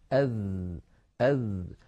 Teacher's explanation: من صفاته في اللغة العربية أن الذال مجهورة، لأنها ليست من حروف سكت فحثه شخص، فلا يجري معها النفس كثيرا، يجري نفس ضئيل لا يعتد به